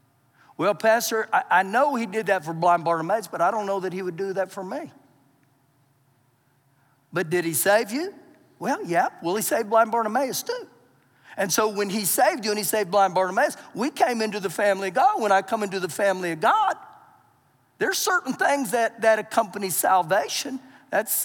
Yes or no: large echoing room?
yes